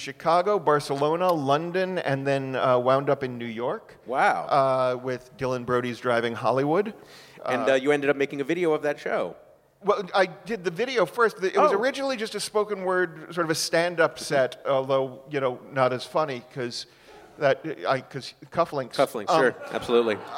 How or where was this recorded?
busy venue